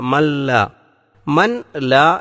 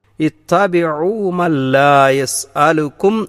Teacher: റജുലു യസ്അ ഖാല യാ ഖൗമി തബിഉൽ മുർസലീൻ തബിഉ മല്ലാ യസ്അലുകും ഇത്തബിഉ മല്ലാ മല്ലാ മൻ ലാ എന്നല്ല ഓതേണ്ടത്. ആ സുക്കൂനുള്ള നൂനിനെ തൊട്ടടുത്ത ലാമിൽ ലയിപ്പിച്ചുകൊണ്ട് മണിക്കാതെ പാരായണം ചെയ്യണം. · Shown in: second take